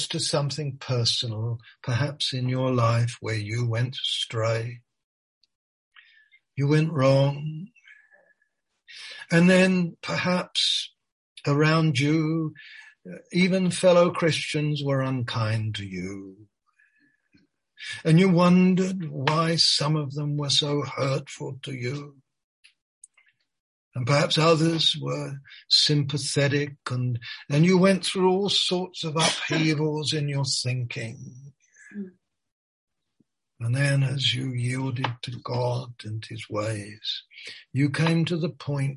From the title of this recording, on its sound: Malaysia Meets (Zoom)